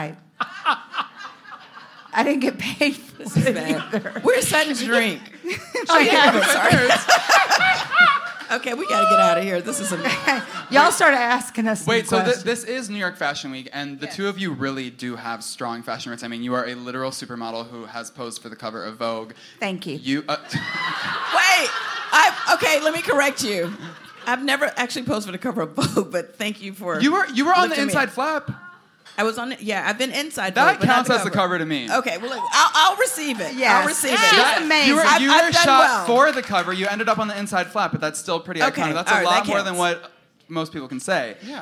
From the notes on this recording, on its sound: "Virtual Reali-tea" welcomed some fabulous fashionistas from the Bravo universe to join us live in person and on stage in NYC.